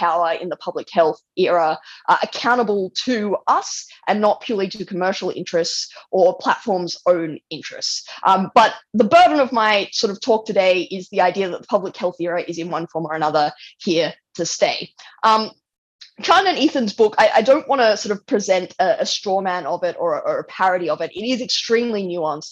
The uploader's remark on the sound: This episode shares a recorded talk from the 2021 Reimagine the Internet conference, a virtual conference co-hosted by the Knight First Amendment Institute at Columbia University and the soon-to-be-launched Initiative on Digital Public Infrastructure at the University of Massachusetts, Amherst.